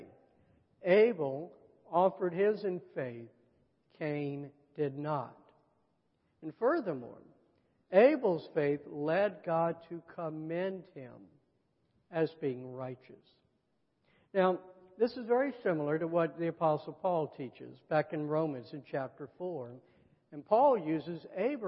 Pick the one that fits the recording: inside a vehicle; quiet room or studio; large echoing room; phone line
large echoing room